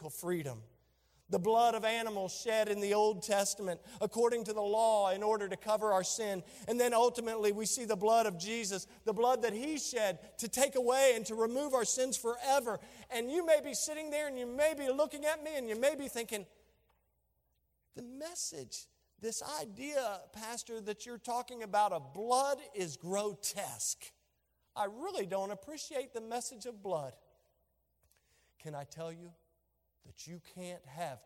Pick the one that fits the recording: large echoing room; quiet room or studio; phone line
large echoing room